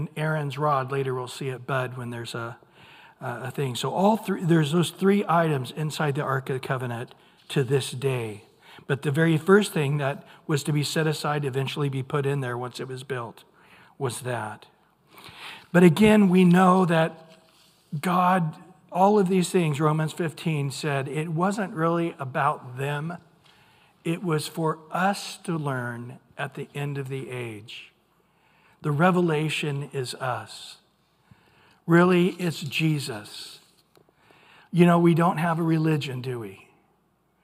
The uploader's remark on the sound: Recorded at Calvary Chapel of Los Alamitos. On Wednesday evening sermon.